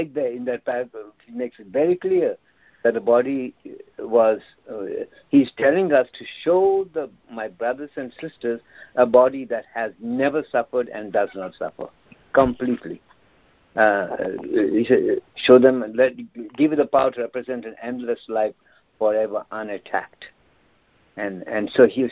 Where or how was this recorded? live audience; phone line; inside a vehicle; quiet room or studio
phone line